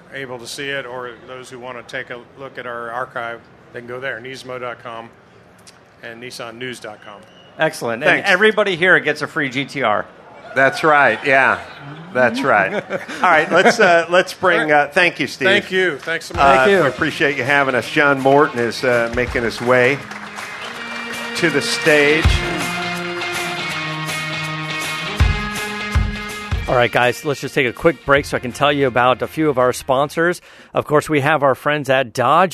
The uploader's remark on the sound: Live from the Nissan exhibit at the 2018 Rolex Monterey Motorsports Reunion.